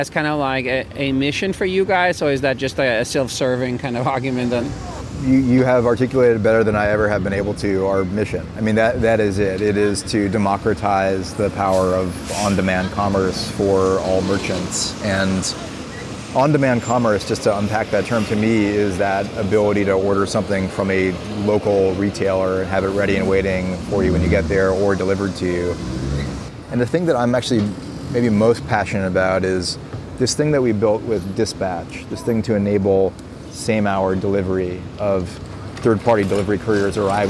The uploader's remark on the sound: A conversation recorded in the streets of New York.